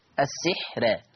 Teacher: شوفوا الراء مفتوحة قبلها سين بس بينهم حرف الحاء تبقى حاجز الكلام واضح. ترقيق راء السحر لأن الحاء الساكنة ليست بحاجز، مش حاجز، مش هتحجز، ليست بحاجز بين السين المكسورة والراء الايه المفتوحة، يبقى مش هعتد بالحاء دي كأنها مش موجودة.